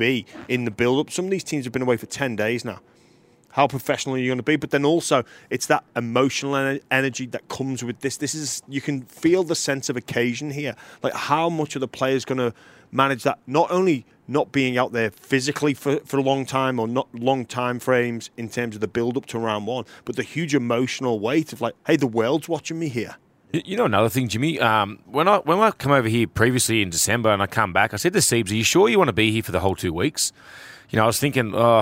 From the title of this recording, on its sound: We Are Live From Allegiant Stadium